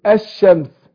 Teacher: لام شمسية عشان بتضغم اللام في ايه في الحرف اللي بعدها اللي هو الشين. قول الشمس، هنا الشيطان، يبقى اضغمت لام الشيطان في الشين.